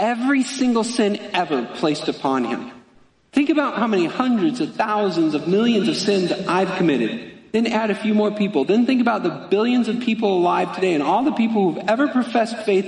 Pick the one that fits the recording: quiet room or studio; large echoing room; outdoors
large echoing room